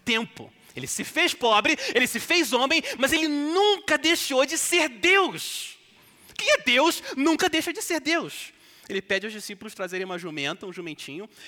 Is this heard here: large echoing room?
yes